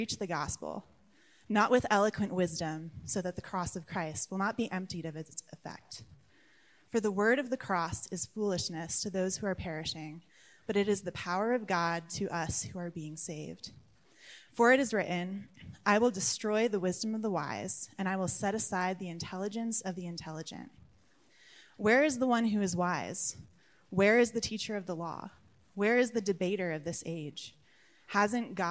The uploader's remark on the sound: Live recorded sermon from the Sunday gathering at The Heights Church Denver on 04/23/23. The following episode is a live recorded sermon from the Sunday gathering at The Heights Church Denver.